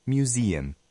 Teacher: La E suena como I y se acentúa. La segunda U suena como E no acentuada.